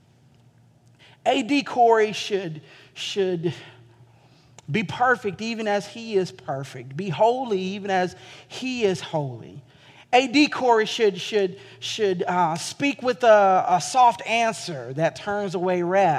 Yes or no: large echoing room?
yes